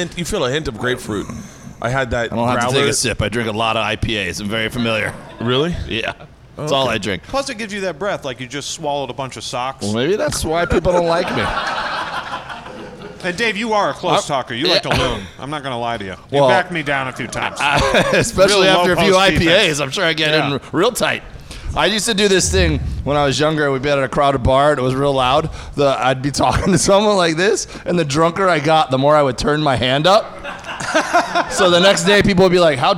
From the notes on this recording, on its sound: live at The Gundo Comedy Festival!